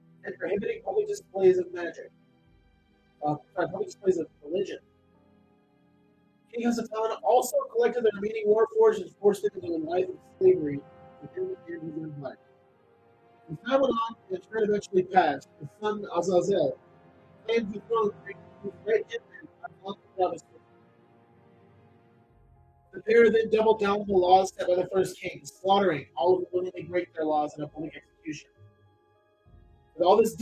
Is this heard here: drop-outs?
yes